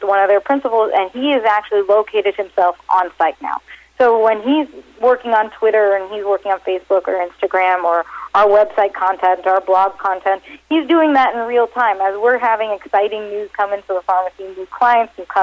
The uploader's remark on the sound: called in to SmallCapVoice